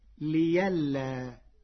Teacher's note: قرأ ورش كلمة لئلا بإبدال الهمزة ياء مفتوحة فتصير ليلا تخفيفا.